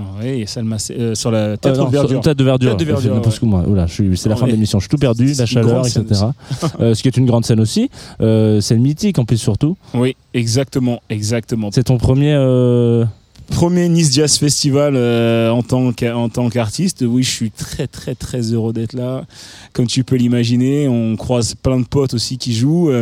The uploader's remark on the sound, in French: en direct pour la première fois du Nice Jazz Festival pour un Jazz The Two Of Us sur la Place Masséna, à deux pas de la Promenade des Anglais